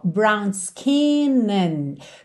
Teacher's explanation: Percebe que o a de and quase não aparece.